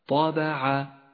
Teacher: ولاحظ حرف الطاء المفخم وحرف الباء والعين حرفان مرققان، تقرأ هكذا طابع، وإياك أن تقول طابع فإنه خطأ شائع، بل طابع لأن حرف الباء حرف مرقق دائما.